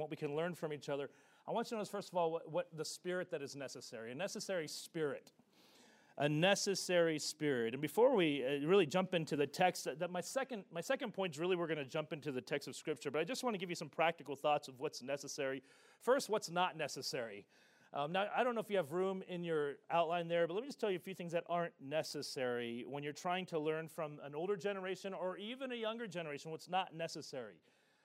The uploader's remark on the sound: This session is from the Spiritual Leadership Conference in Lancaster, CA.